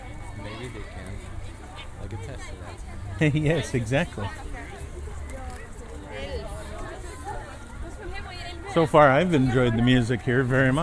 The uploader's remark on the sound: some audio of his first visit to Efteling Theme Park in the Netherlands